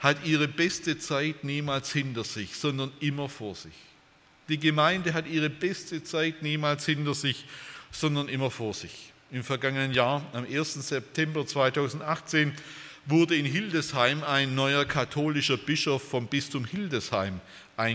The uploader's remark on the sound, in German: bei einer Veranstaltung der Liebenzeller Mission